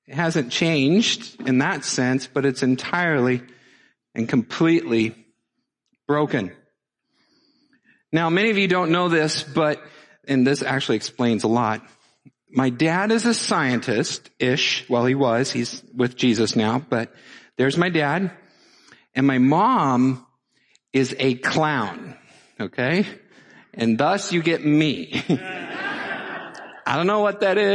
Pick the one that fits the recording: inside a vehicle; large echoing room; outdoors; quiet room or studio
large echoing room